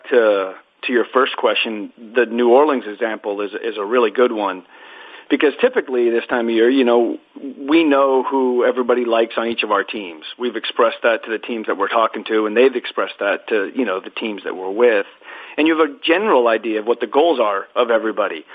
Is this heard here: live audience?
no